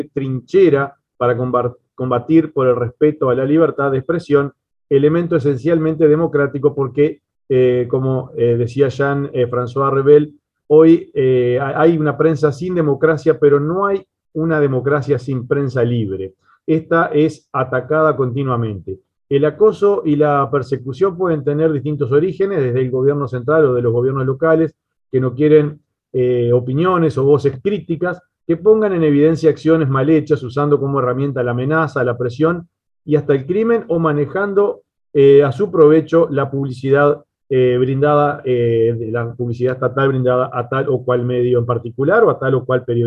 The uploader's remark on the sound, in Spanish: Mesa Redonda Virtual